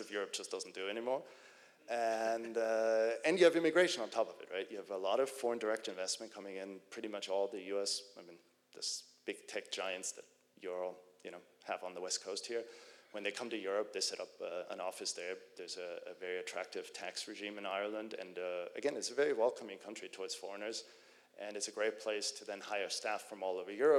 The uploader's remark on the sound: live, on the stage at Reconvene '23